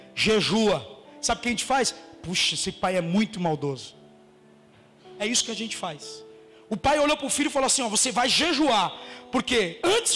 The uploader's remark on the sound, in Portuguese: Mensagem gravada no dia 04 de Março de 2018 na Comunidade Vivendo em Amor - Sede